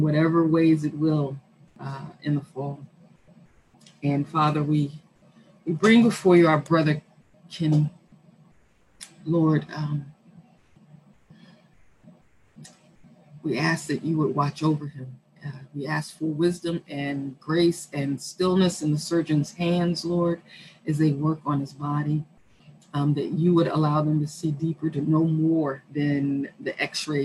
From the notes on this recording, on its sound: Our Zoom streamed service